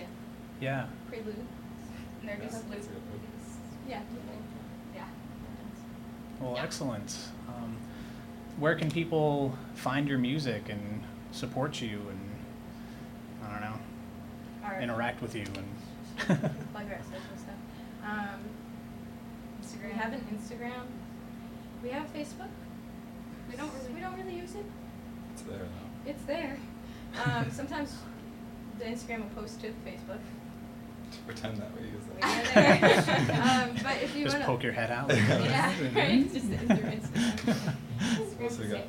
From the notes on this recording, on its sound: Play a live set in Providence's the Parlour. Special shout out and thanks to the Parlour for letting us record and Studio 121 for editing.